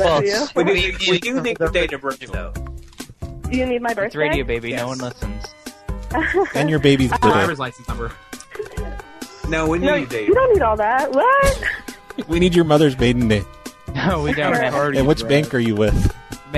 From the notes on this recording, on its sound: …'s Personal Prank Phone Calls Collection: pizza - salmonella.